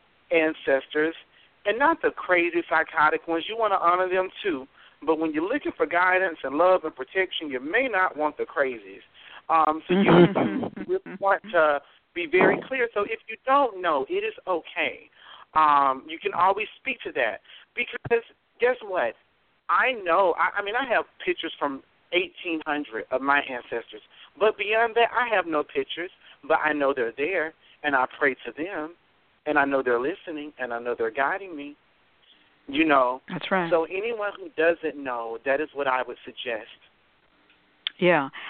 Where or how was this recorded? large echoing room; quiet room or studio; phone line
phone line